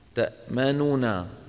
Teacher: ثلاثة أحرف غنة، الميم حرف غنة، والنون حرف غنة، والنون الثانية حرف غنة، وثلاثتها متحركة. فلو جربتموها بأفواهكم تجدون فيها شيء من الصعوبة.